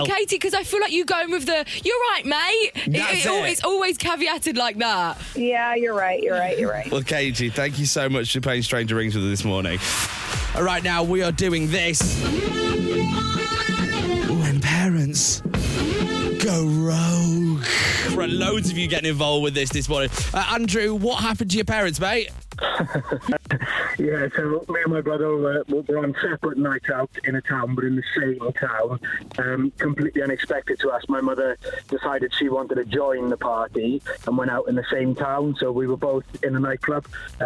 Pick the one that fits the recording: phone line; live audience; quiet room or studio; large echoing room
phone line